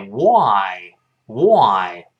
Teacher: 这个 w 是上下唇双唇碰撞